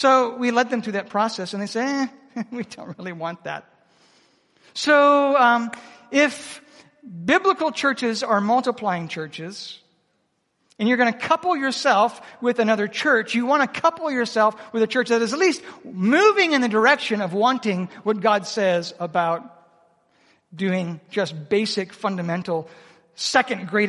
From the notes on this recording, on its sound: Proclaim Conference 2023 - Seminar 4